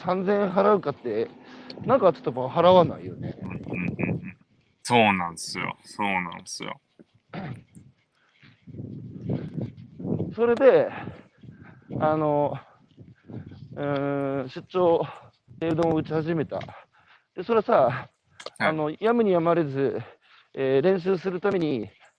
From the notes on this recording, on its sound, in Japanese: 歩きながら1時間、対談する。